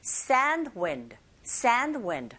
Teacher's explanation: N 사운드랑 D 사운드가 이렇게 붙어있죠. 이런 경우에는 역시 또 D 사운드가 아주 약하게 들립니다. 그래서 여러분들 발음하실 때도 sand wind가 아니라 sand wind, sand wind 이렇게 앞부분에 강세 주는 부분을 조금 길게 발음하시면 자연스럽게 D 사운드는 약하게 들릴 수가 있죠.